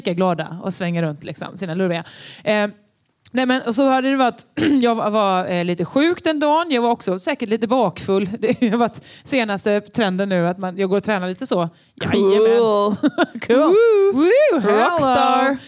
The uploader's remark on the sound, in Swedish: Vi spelar in live inför publik i Katrineholms kulturhuset Ängeln. LIVEPODD!!!